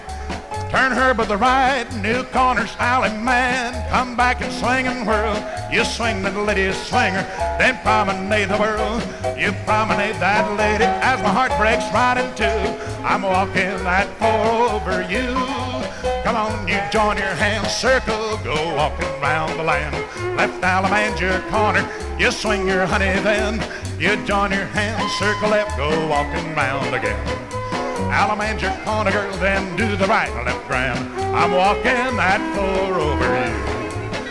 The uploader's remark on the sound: 1964 Blue Star Jubiliee in Houston, Texas. 1964 Blue Star Jubilee Square Dance held in the Sam Houston Auditorium.